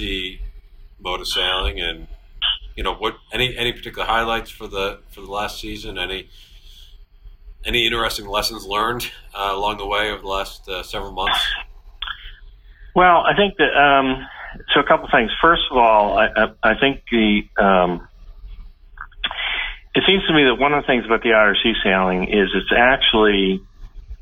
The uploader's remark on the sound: chat over the phone